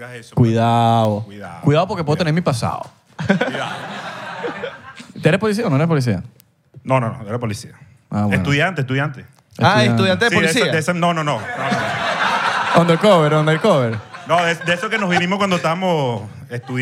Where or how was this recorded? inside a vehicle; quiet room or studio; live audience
live audience